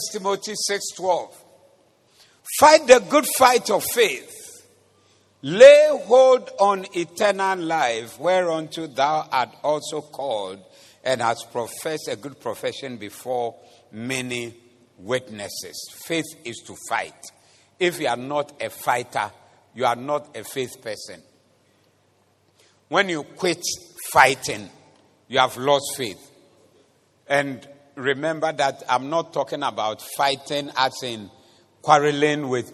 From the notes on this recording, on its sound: Preached at the Zeloo Service